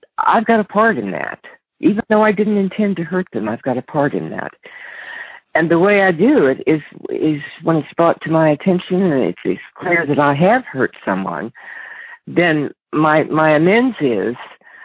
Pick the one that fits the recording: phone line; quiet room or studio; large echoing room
phone line